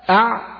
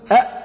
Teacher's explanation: قارن تجد أن العين أعلى من الهمزة